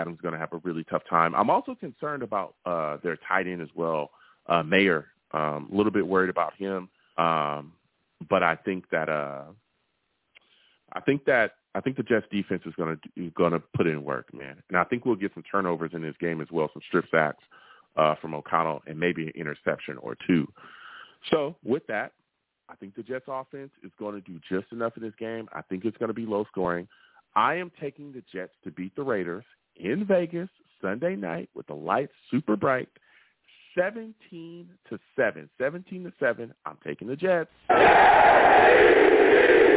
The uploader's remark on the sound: I take live callers!